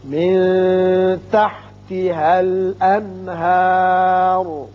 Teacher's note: الانہار نون پر اظہار حلقی ہوگا کیونکہ اس کے بعد حروف حلقی میں سے ہا آ رہا ہے